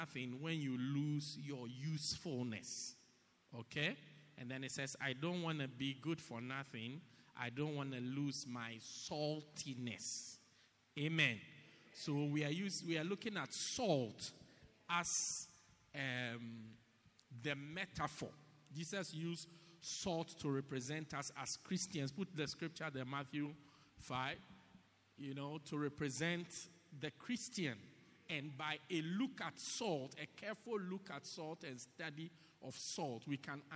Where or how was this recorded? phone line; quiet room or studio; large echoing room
large echoing room